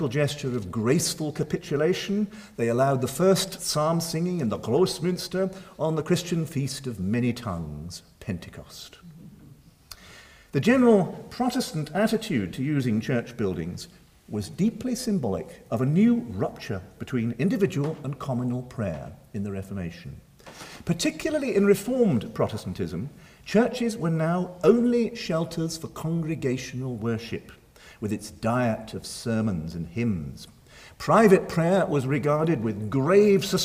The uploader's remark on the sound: Recorded 30 April 2012 at St Cecilia's Hall, Edinburgh.